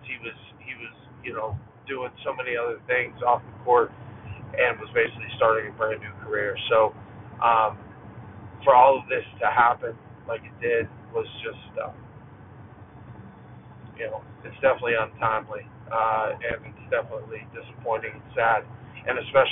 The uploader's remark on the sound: This episode was recorded in my car while driving so I apologize about the audio.